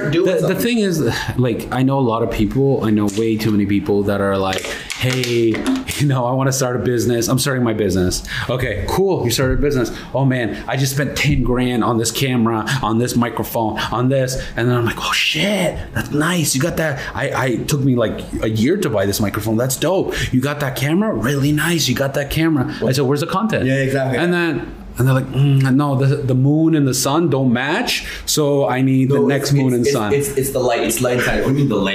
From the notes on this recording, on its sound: Special Thank you to The Hummussiah for hosting us at their place to record our podcast!